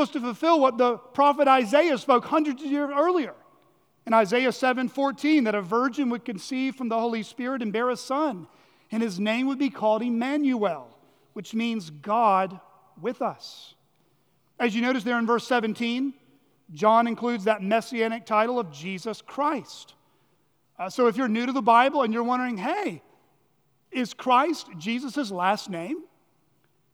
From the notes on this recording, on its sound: at Chaffee Crossing Baptist Church in Barling, AR.